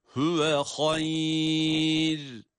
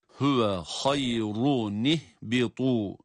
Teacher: Demek ki ra cezimli okunuyor, kendisinden önce sakin bir ya ve öncesi de üstün bir hareke ise bu durumda durulduğu zaman ra ince olarak okunuyor. · Shown in: first take · Aslında burada geçilseydi hüve hayrun ih hayrunih bitu diye.